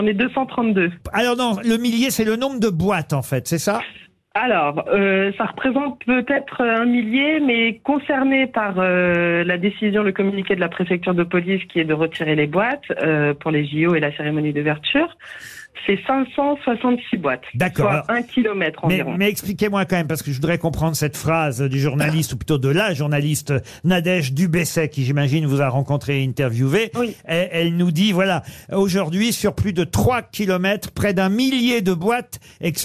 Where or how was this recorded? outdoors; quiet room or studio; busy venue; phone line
phone line